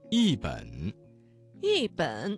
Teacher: 这个词当中的一字在三声之前变成了四声